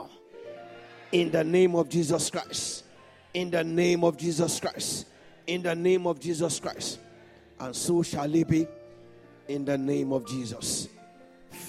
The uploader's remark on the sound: This Sunday Service message